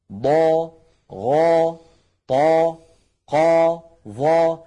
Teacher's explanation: لاحظوا بأنها كلها عند النطق بها هواؤها وضغطها يتجه إلى سقف الحلق، لا تقبل النزول. نعم، لا تقبل، مع أننا نستطيع أن نفعل ذلك، لكنه يكون نطقا مخالفا لكيفية لصوت الحرف، لصوت الحرف العربي الصحيح الفصيح. · Term: الحروف المستعلية